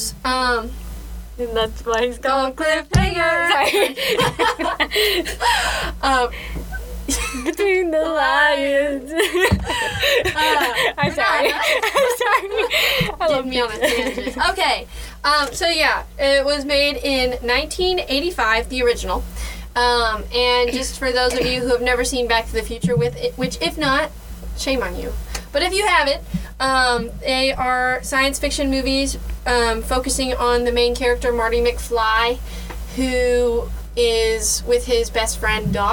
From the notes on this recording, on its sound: apologies for the weird fuzzy sound